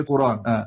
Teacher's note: نقلنا الفتحة إلى الراء الساكنة